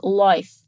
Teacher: ela fala meio que life, com esse I bem fechado · Term: I australiano